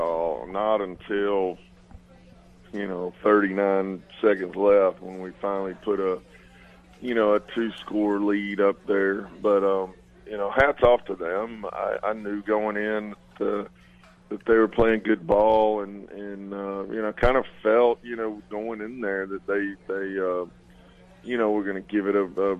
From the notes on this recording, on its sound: Live from Chick-fil-A, Interstate Drive in Cookeville….come grab breakfast Saturday morning and join us for high school football talk.